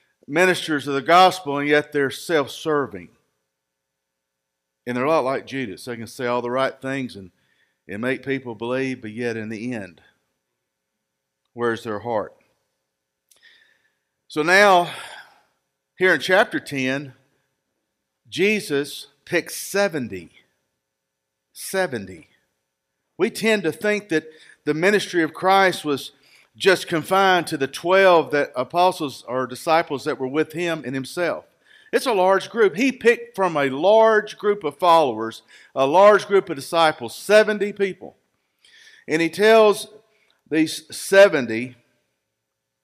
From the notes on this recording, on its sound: Recorded live at Freedom Fellowship Church in Tontitown, Arkansas on Sunday, May 16, 2021.